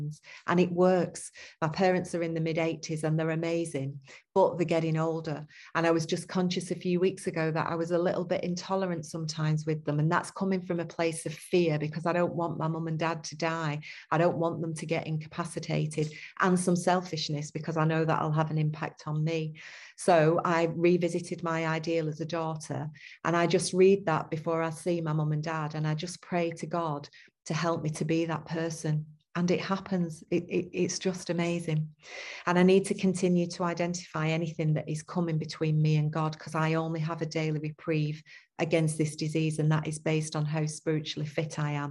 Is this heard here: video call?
yes